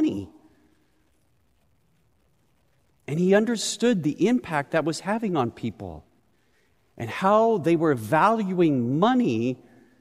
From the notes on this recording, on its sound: Recorded live at Beatitudes Church in Phoenix, AZ.